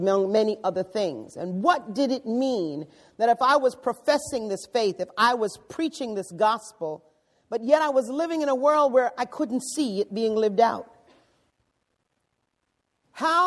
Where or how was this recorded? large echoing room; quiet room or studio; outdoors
large echoing room